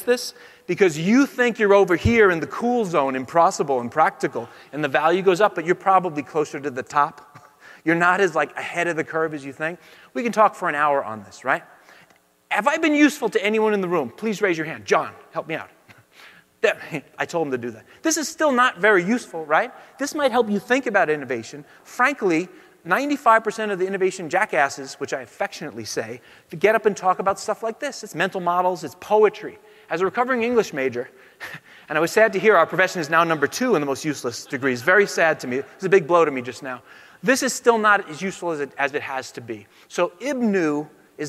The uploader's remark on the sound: Talk at Autodesk University